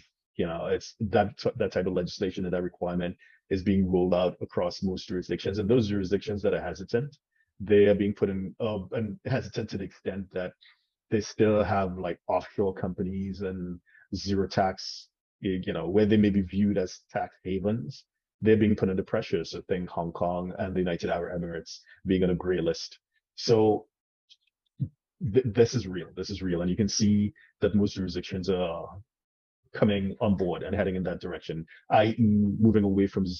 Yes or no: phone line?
no